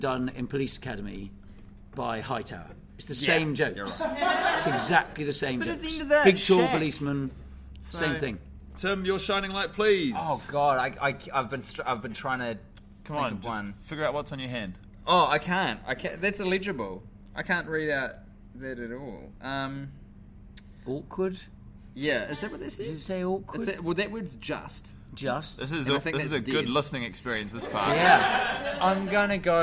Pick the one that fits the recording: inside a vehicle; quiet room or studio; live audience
live audience